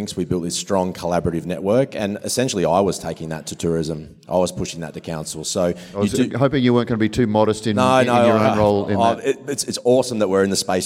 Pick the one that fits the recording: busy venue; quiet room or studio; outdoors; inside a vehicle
busy venue